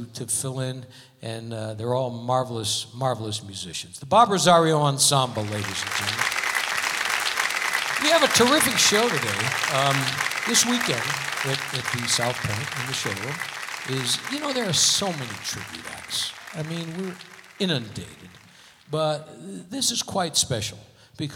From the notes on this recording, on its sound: Live at the SouthPoint Casino